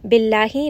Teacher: name of Allah is light because the letter before has a كسرة